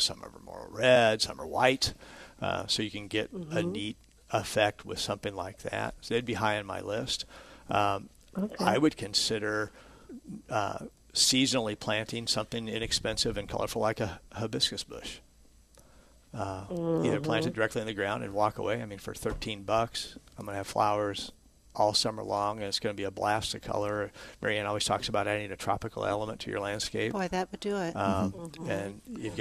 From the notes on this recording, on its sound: Plant Experts Live at Prairie Gardens